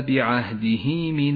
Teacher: هاء الضمير وقبلها حرف متحرك وبعدها حرف غير الهمزة يسمى مد الصلة الصغرى يمد هذا المد حركتين